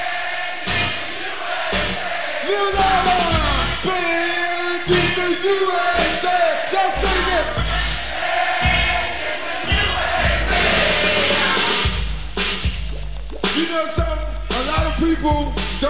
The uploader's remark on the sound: the second side of the live in concert tape